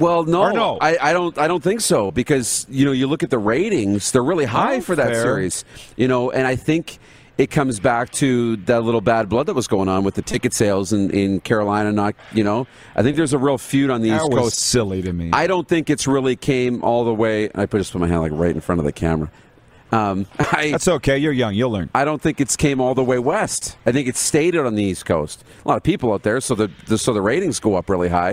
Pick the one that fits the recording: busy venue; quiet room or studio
busy venue